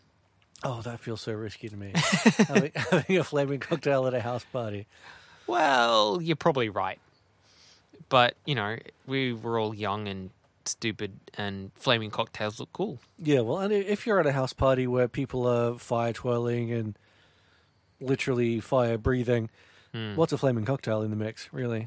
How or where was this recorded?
inside a vehicle